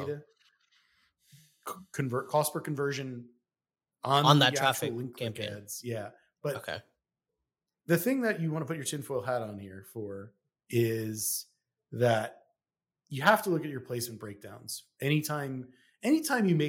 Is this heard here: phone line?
no